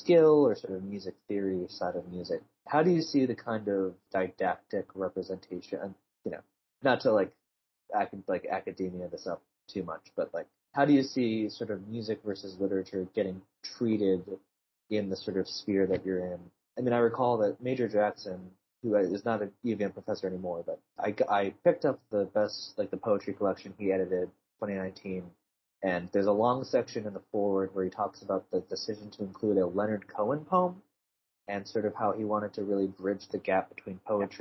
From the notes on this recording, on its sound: Apologies for the poor audio quality via Microsoft Teams.